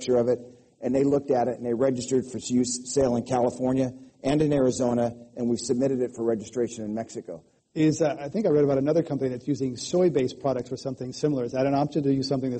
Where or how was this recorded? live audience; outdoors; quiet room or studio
live audience